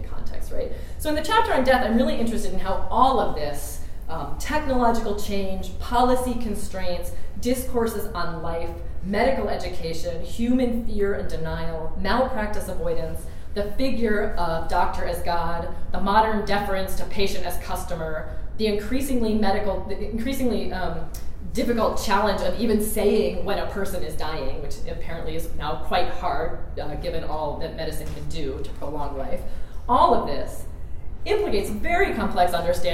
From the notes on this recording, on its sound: This lecture was recorded on February 17, 2016 in the Pruyne Lecture Hall at Amherst College.